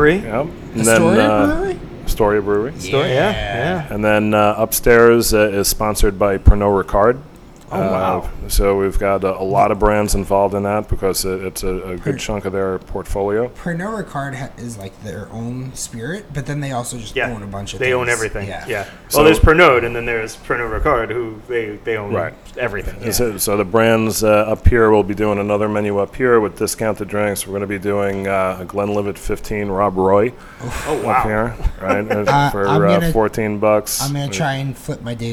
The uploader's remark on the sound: In our first “on-location” recording, the Notafoodie team travels to The Astorian, a new bar set to open in, you guessed it, Astoria Queens.